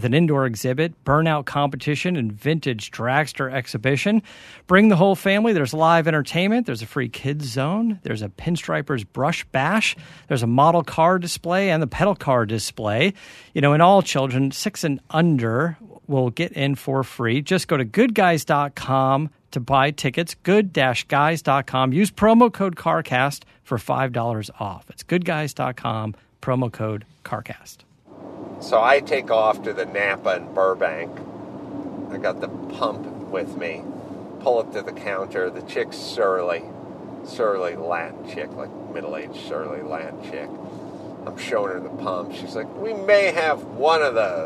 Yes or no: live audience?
no